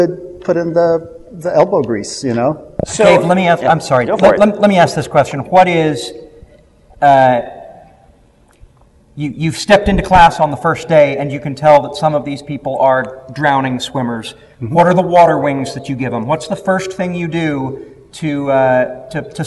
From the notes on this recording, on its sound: along with a live audience at Westercon 67